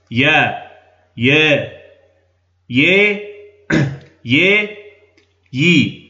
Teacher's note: بدأنا بفتح ثم بتقليل ثم بإمالة ثم بكسر خالص · Term: الدرجات